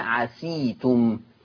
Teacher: أما ورش عن نافع فيقرأ بكسر السين